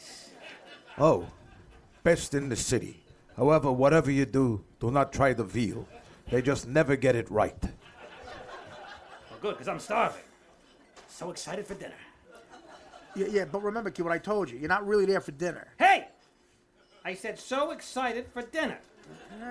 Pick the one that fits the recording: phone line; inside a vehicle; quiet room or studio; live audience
live audience